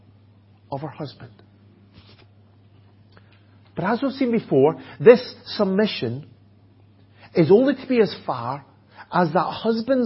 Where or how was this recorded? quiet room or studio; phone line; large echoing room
large echoing room